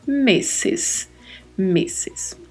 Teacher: esse S entre duas vogais no espanhol não tem som de Z